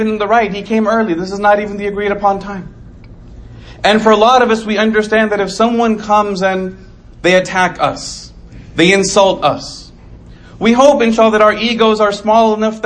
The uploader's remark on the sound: Delivered 8/23/2019 Islamic Center of Coppell